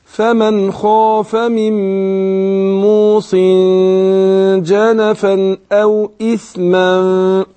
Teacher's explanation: عندنا اللي هنا التنوين موصن، نون التنوين اللي هي بتتنطق مش بتتكتب ديت، جه بعدها الجيم، فأنا بخفي النون عند الجيم مع الغنة حركتين · Term: إخفاء